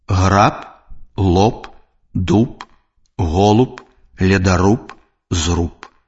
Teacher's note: Звонкаязычны «б» на канцы слова аглушаецца і вымаўляецца як «п».